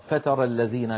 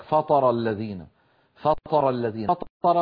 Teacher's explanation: إن فخمنا التاء صارت طاء · Shown in: second take · وإن رققنا الطاء صارت تاء.